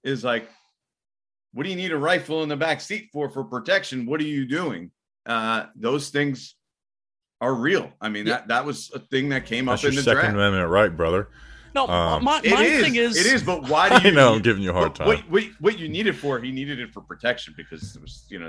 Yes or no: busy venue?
no